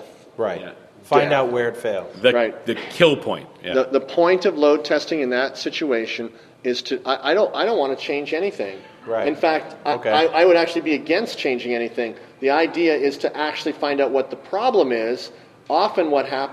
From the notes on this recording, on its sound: live from Dev Connections in Las Vegas